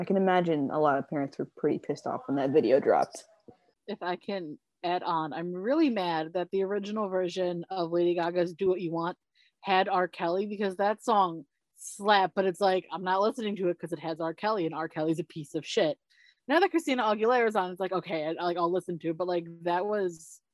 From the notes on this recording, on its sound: sit down over Zoom to chat